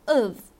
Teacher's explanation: OF 啊，它作为介词的时候呢，经常这个 o 它会被弱化，就变成了一个 of 啊，所以这两个音是不一样的啊。OFF 是 of，OF 呢是 of 或者是 of，OK、okay?啊。所以如果你有关注我的订阅号分享英语的话呢，你也可以看到啊，我的这边的一个讲解的一个视频啊，主要是给大家呢去讲解这个 v 和 f 的一个发音的一个区别。好的，那下面呢，我们来看一下这个意思。首先呢，这个 OFF 啊，是我们今天要去学的 off，OK，它可以表示的意思呢，是做形容词的时候啊，基本的意思呢是空闲的。比如说我们来一句话啊，说 I make some bread in